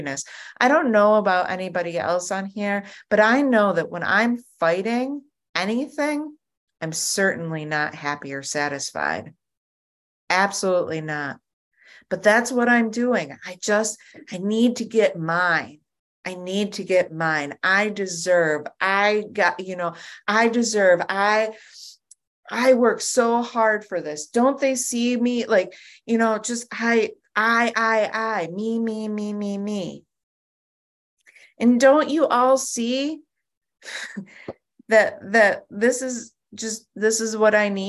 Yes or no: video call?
yes